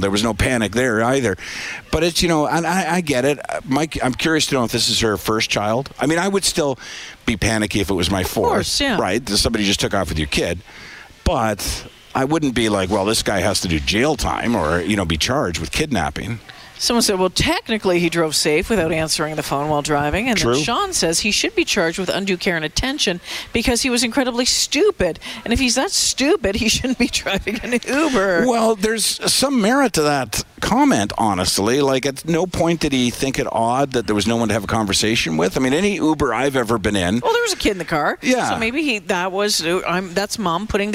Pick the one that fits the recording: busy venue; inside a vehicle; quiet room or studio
busy venue